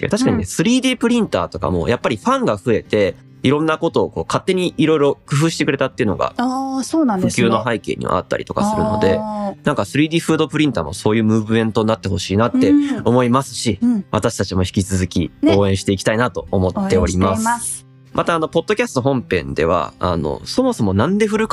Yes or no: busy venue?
no